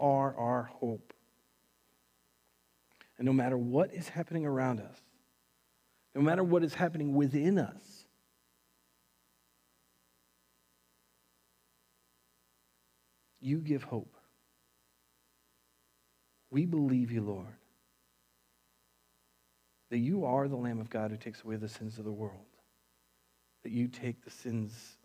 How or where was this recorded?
large echoing room